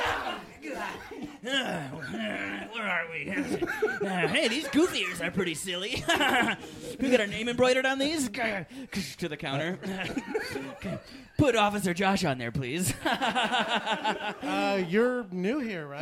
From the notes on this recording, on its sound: Recorded Live at Coldtown Theatre. Join us for a live episode at the Coldtown Theatre in Austin, TX!